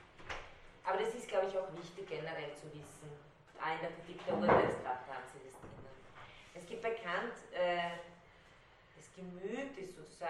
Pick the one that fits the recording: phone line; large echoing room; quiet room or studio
large echoing room